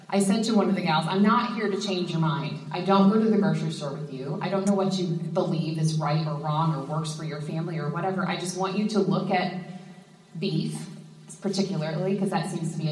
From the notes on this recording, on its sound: Live at Women in Ag!